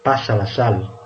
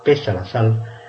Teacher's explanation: El hecho de que con un mero cambio de un fonema, el fonema A, recordemos, fonema está entre barras por el fonema E, este cambio de una vocal baja central por una vocal media anterior, la E, va a suponer un cambio de significado